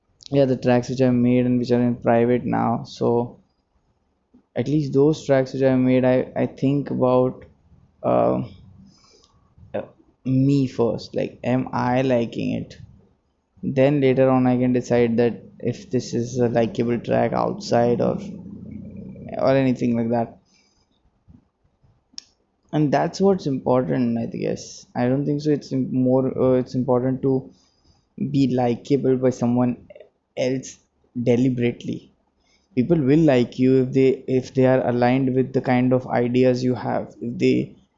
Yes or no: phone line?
no